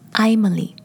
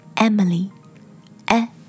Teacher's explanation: Emily,以字母 E 开头，但是很多人都会说 Emily.这个名字的第一个音节最开始的音素是短音 e, e,而不是 i · Shown in: second take · e 和 i,这是两个完全不一样的声音。